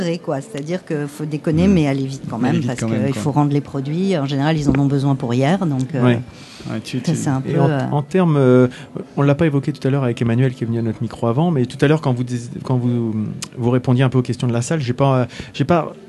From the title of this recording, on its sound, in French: Au coeur de la convention du Fantastique de Rouen